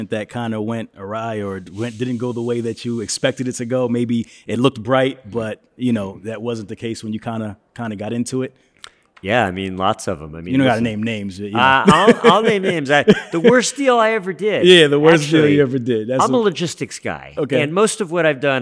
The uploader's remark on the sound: LIVE from Manifest in Las Vegas, NV. Electro-Voice RE320 DYNAMIC MICROPHONE.